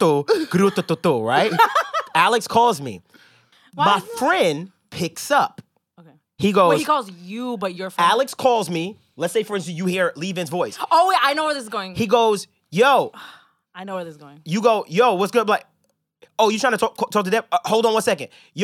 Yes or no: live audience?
no